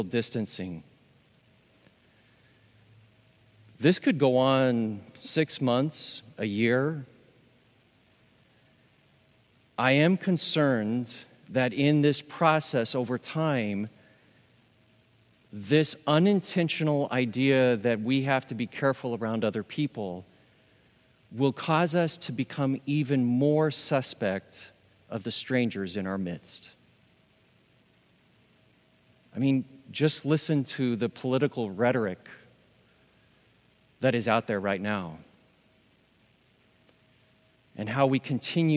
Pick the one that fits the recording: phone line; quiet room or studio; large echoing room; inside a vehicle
large echoing room